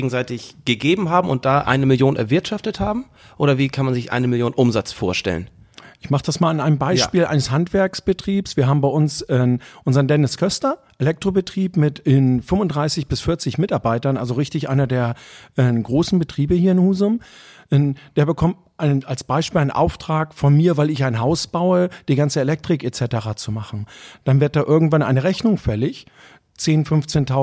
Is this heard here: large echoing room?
no